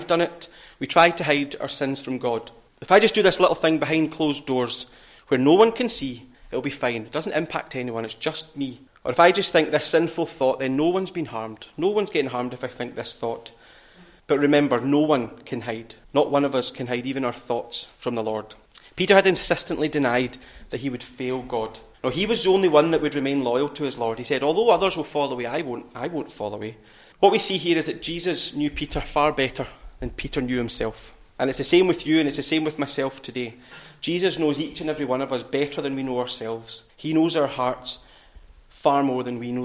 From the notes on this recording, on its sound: recorded at North Harris Free Church on the morning of Sunday, 5th November 2023